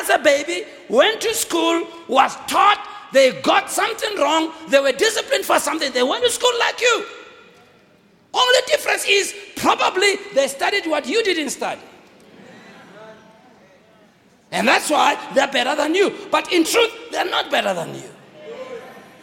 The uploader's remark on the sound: Preached on the 7th of February 2016 at GBC Pimville